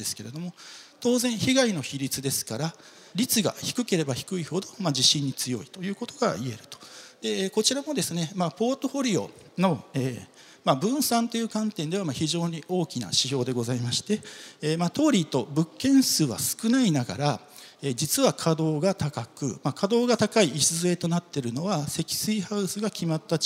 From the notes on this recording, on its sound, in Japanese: 東京証券取引所で開催した「J-REITファン2017」に登壇した